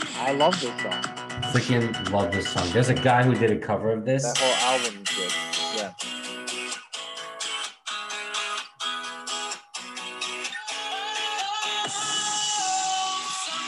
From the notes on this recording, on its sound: The Nostalgia Test Podcast IG Live. On Zoom so there are some small sound discrepancies.